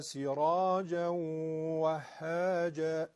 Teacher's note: ادغامش با غنه است، میگن ادغام مع الغنه، یعنی با غنه همراهه، تو دماغی صدا، از تو خیشوم صدای واو میاد، بعد اون نون انگار که رفته تو واو و داره خودشو نشون میده، دو حرکت هم پس این غنه کش داره.